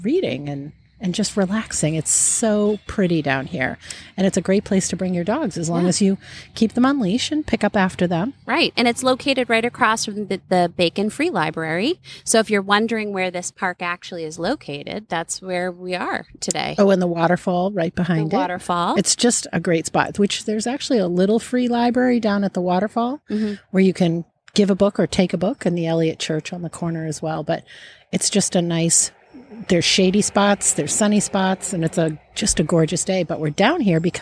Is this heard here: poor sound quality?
no